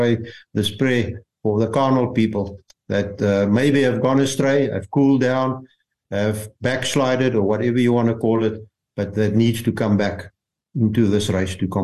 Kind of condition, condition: link, video call